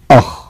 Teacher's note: انظر في الصورة الثالثة تجد مخرج الغين والخاء وهو أدنى الحلق أي قريب من اللسان